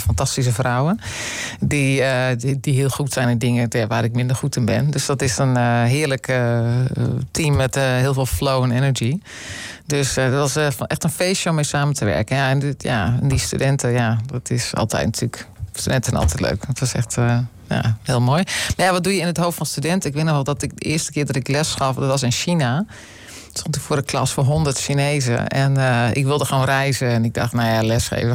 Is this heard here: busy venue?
no